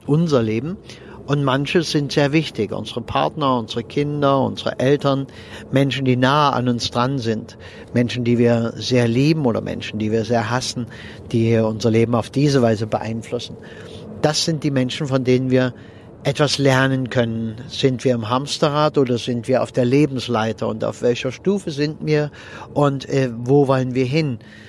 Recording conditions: inside a vehicle